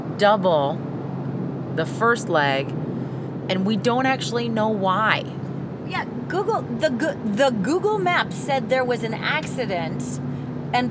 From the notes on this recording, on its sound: This is the post-convention roadtrip record. Listen as we stop for ice cream, fast food (in that order), and possibly catch a couple in another car...